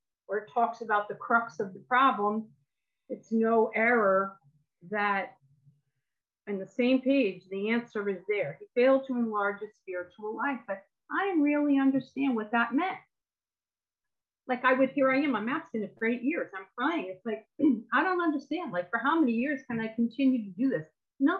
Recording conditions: video call